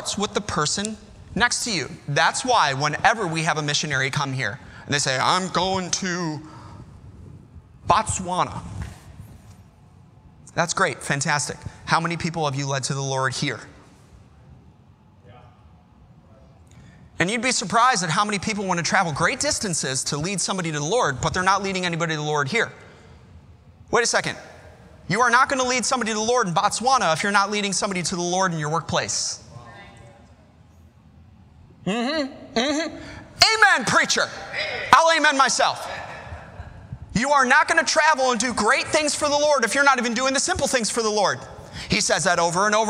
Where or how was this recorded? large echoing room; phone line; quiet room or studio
large echoing room